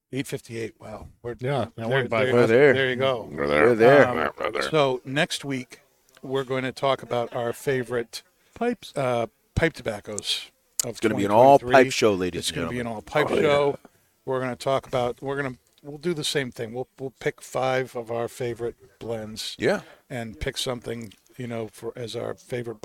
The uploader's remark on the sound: Recorded live from the 7-20-4 Lounge!